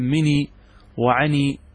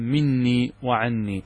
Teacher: مني وعني بالتخفيف، يعني بإثبات ياء متكلم دون نون الوقاية · Shown in: first take